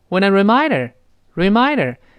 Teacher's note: when 和 I 自然会连到一块儿嘛